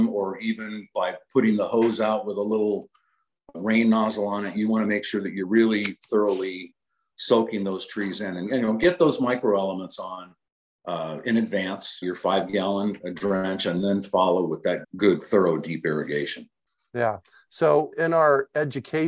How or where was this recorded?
video call